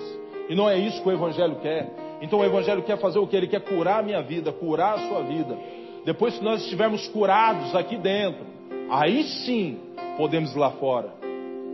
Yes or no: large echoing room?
yes